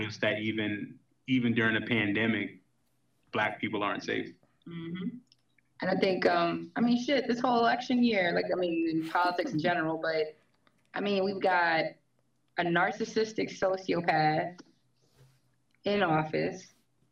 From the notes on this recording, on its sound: It's the 4 Year Anniversary Live ZOOM Show! As fellow listeners come together to celebrate this huge milestone.